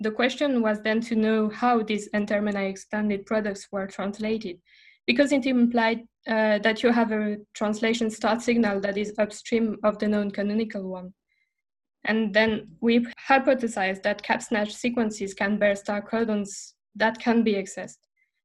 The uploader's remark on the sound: In this episode of the review recorded via zoom.